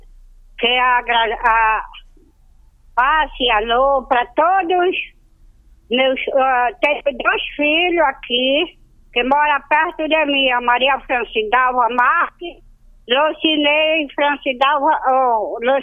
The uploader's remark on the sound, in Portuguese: Direto de Aminã, por telefone.